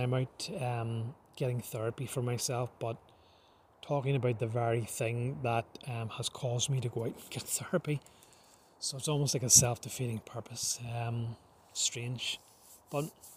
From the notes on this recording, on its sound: An odd podcast that was recorded the previous night when I was trying to detox myself in nature. Please don't be put off by the lack of polish,this was recorded in nature itself at dusk.